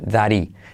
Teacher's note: salto la H, y la T de that se convierte en suave